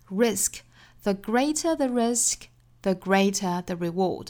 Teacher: 那我们可以在 risk 的位置呢，做一次升调，表示后面还有话